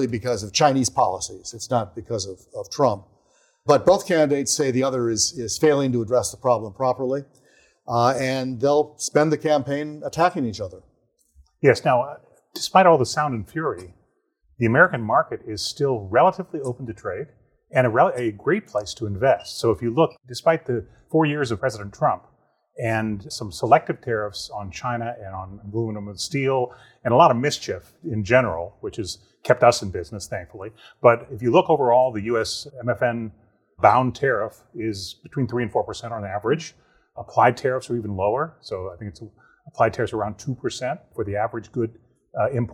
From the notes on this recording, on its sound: For a special taping from the Swedish American Chamber of Commerce Executive Forum.